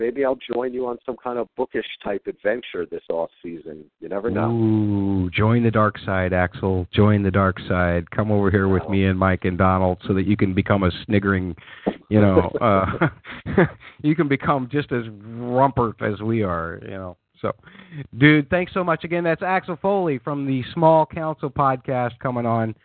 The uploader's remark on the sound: Fan Call In Show